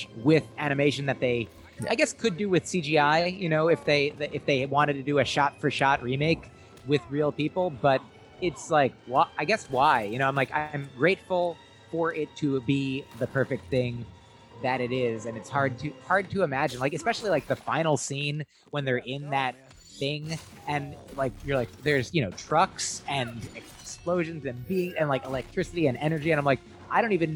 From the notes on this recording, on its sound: We Apologize for the background audio in this episode.